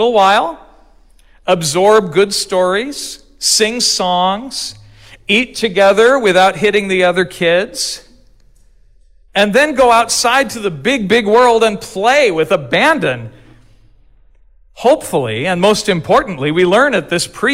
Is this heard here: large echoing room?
yes